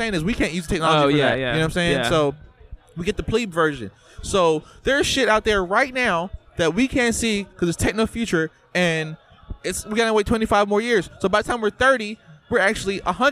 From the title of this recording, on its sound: Live from The Lamp